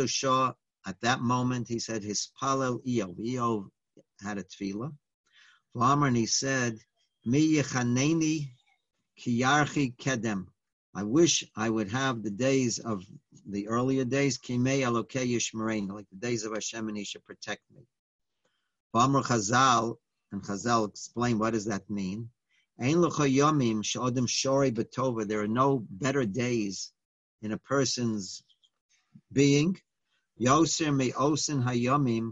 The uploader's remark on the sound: Live On Zoom